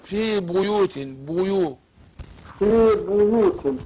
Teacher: اسمعني، أقول في بو أبين الضم بتاع الباء والياء